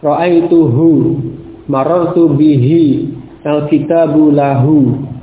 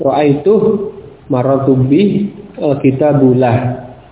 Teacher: maka kita waqaf pada huruf ha tersebut dengan sukun · Shown in: second take · Ya, waqaf pada huruf ha, pada ha bomir tersebut dengan sukun.